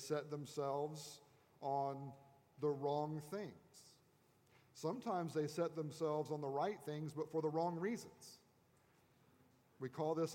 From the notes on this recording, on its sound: At Redeemer Presbyterian Church in Charleston, SC